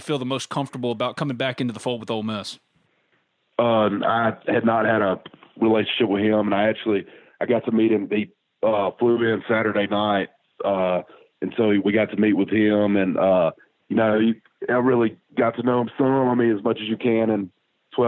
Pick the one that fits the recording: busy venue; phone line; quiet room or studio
phone line